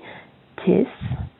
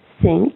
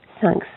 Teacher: le son TH qui ressemble à un son SE mais version zozoté. Donc en fin de compte, lorsque vous prononcez ce son, cela va donner SE et votre langue va se coincer entre les dents et elle sera plutôt collée aux dents du haut.